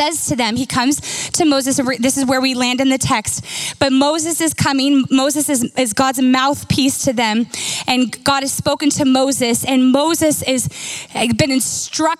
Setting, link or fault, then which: setting, large echoing room